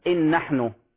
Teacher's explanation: نقول إن نحن حركتين بغنة